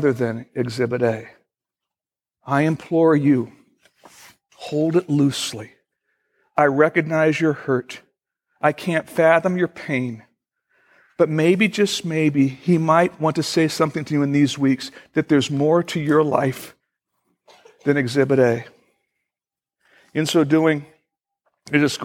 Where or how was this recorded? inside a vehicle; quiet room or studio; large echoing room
large echoing room